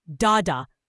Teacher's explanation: Trochaic stress, dada, like Bella or Charlie, often pops.